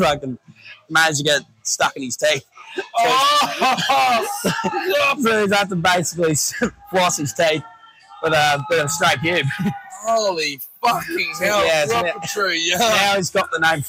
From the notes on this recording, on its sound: Mad Monday recorded around the pool at Gilligan's Cairns!